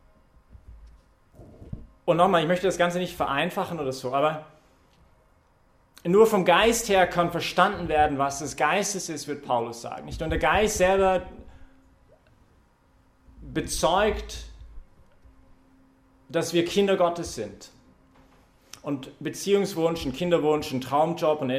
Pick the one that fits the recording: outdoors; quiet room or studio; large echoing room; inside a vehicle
large echoing room